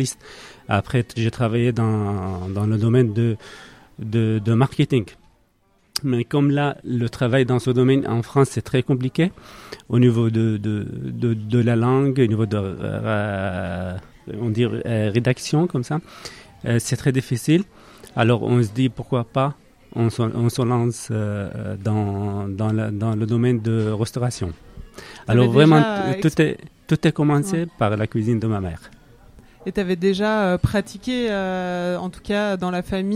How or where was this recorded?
busy venue